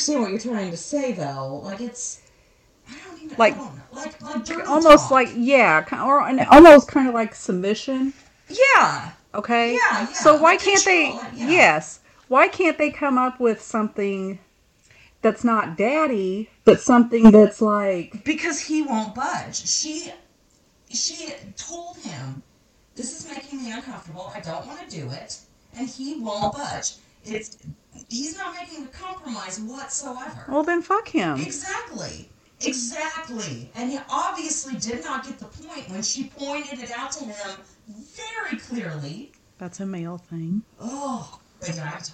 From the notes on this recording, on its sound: Just a heads up about the audio on this one......it's not great.